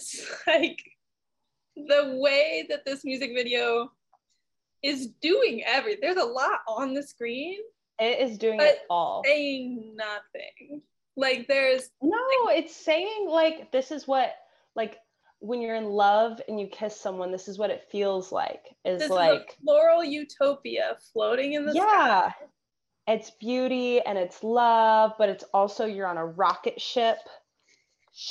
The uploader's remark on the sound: If you listen closely, you'll discover the audio has gotten bad again